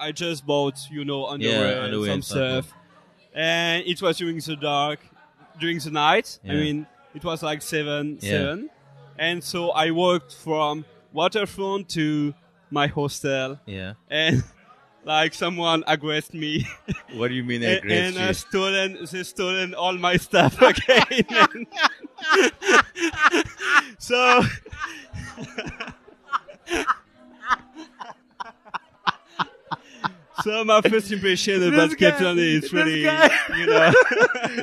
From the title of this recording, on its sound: LKS Outside: At a pre-party for the Rugby